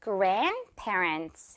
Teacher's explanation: 이 D는 중간에 규칙상 없기 때문에 grandparents 이렇게 발음이다고요. 물론 이 N 사운드 마지막 끝처리 때문에 살짝 grandparents 이렇게 들릴 때도 있을 순 있지만 규칙상 없다는 거 꼭 기억해야 돼요.